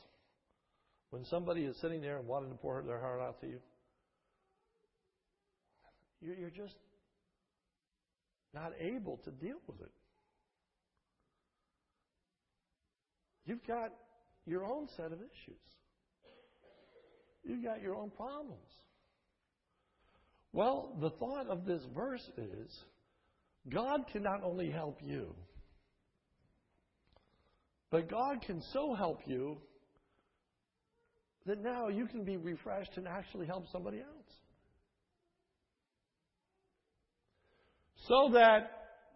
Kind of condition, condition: setting, large echoing room